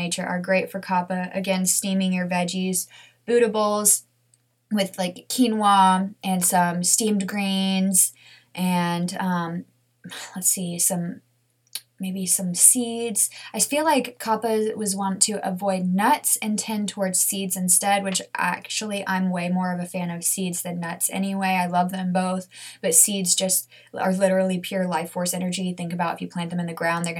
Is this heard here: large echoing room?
no